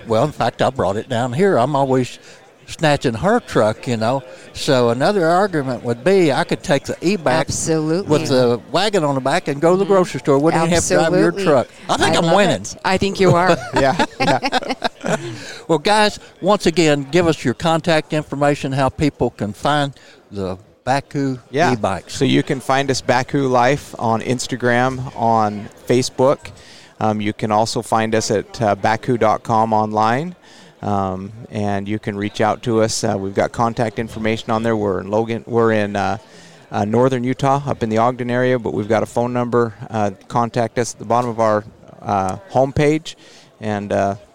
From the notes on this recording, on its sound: at the Safari Club International Convention in Nashville, Tn.